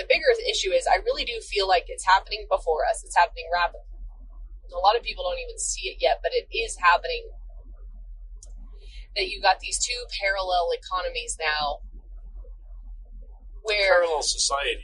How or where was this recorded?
inside a vehicle